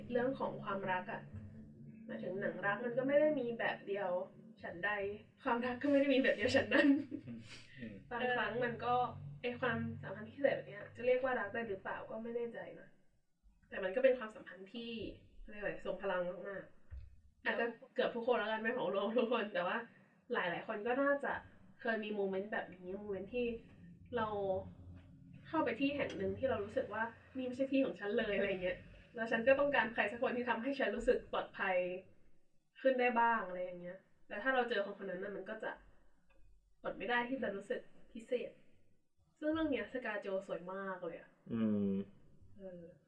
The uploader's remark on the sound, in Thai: ต้องขออภัยเป็นอย่างสูง หากคุณภาพเสียงจะแย่มากๆ เนื่อจากมีความผิดพลาดทางเทคนิคเล็กน้อย